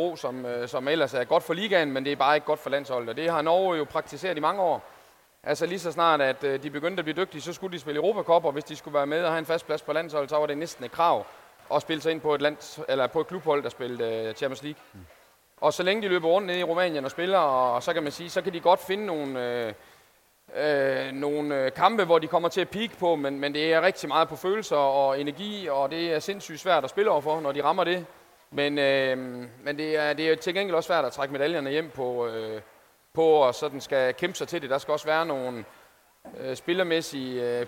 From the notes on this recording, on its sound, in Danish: Optaget live i Fanzonen i Boxen fredag eftermiddag.